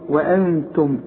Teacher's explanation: وانتم، شوف وانتم ازاي كل الحروف مرققة، وقلت وانتم ازاي قبل كده بتقول لي وراء وا، جيت هنا قلت ايه وانتم، عندك النون وبعدها التاء، اوعى تنسى الغنة